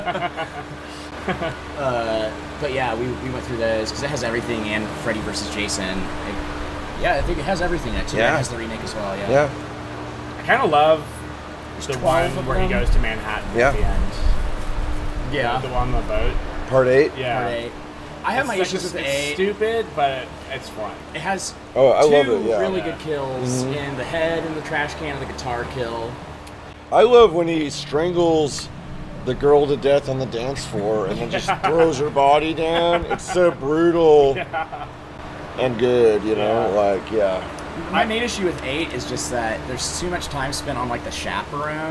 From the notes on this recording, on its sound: Live from Oblivion Access. A live transmission from the Oblivion Access festival in Austin, Texas.